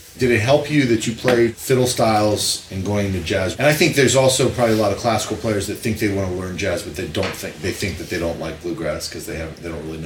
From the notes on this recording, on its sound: live at the 2015 Creative Strings Workshop in Columbus, OH.